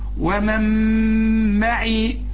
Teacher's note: النون هنا بتضغم في الميم وكانها غير موجوده